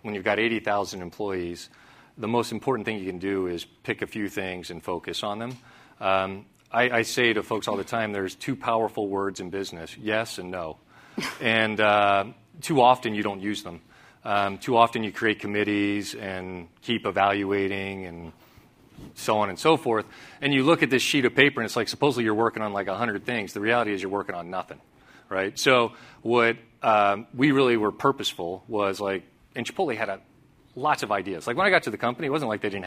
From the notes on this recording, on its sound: At CNBC’s “Evolve” conference.